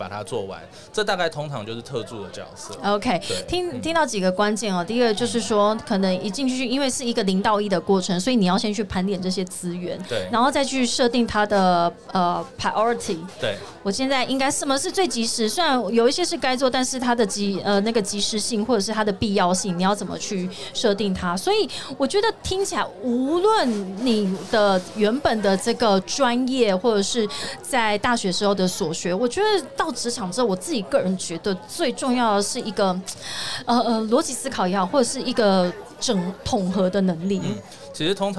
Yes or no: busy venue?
yes